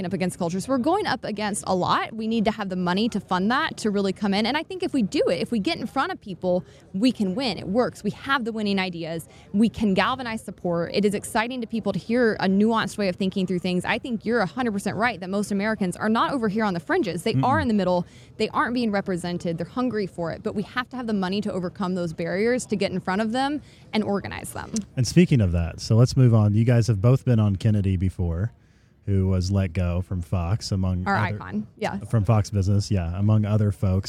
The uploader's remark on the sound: live from FreedomFest in Memphis, TN!